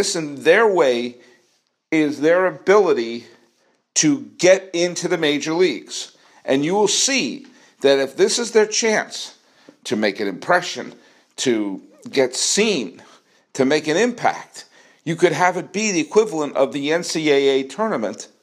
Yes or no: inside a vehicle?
no